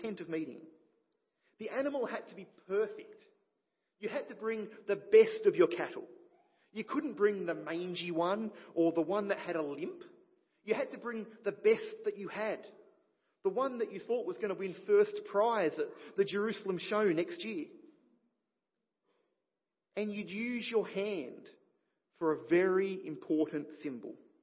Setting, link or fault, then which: setting, large echoing room